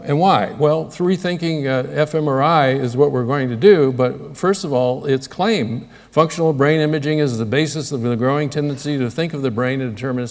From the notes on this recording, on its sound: Recorded 22 October, 2009 at the Playfair Library Hall, the University of Edinburgh